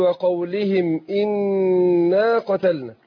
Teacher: احنا عندنا النون المشددة تاخد غنى حركتين